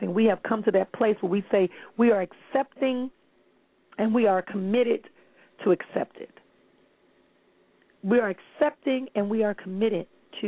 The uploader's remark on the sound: callers may call in with questions